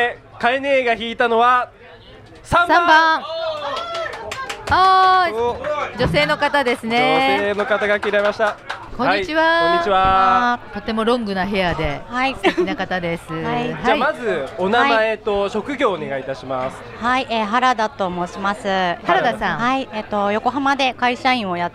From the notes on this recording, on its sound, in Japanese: 公開収録PARTYPARTⅡ。オーガニックワインバー喃喃 麻布十番ストアより公開収録！会場にいるリスナーの悩みに。